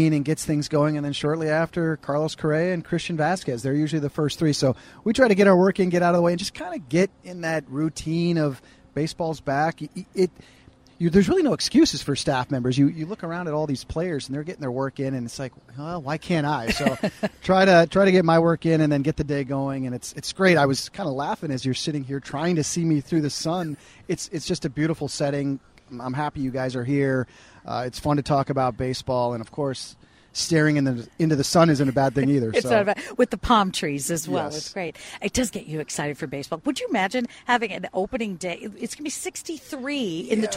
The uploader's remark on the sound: LIVE from Target Field.